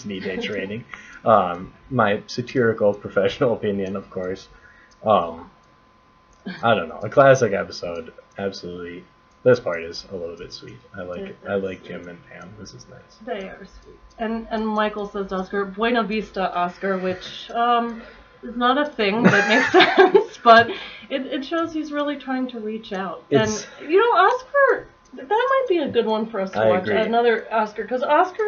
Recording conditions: poor sound quality